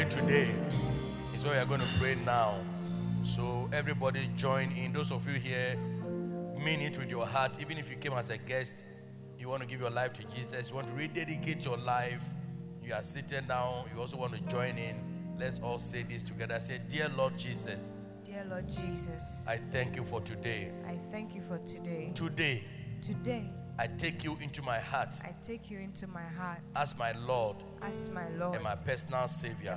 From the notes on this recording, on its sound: Preached at Loyalty House, Abbey, Dahwenya